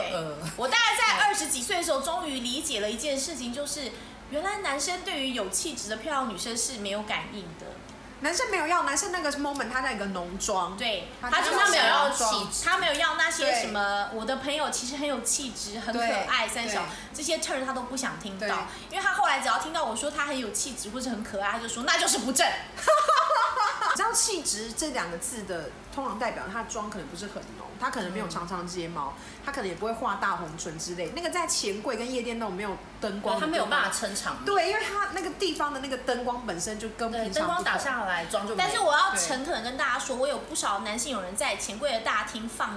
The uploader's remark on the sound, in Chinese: 喝酒那些事系列由於是試錄集，收音設備非常陽春，請海涵～。